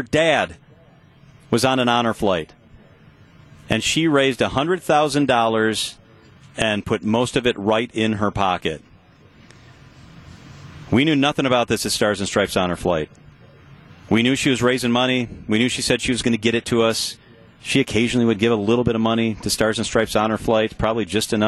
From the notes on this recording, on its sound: we begin our live broadcasts from Summerfest 2023